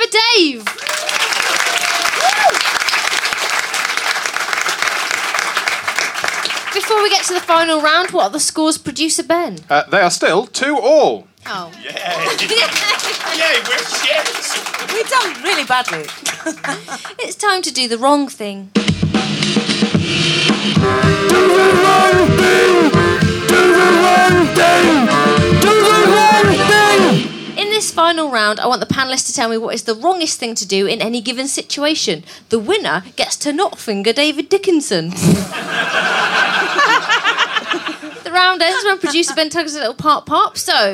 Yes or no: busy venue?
yes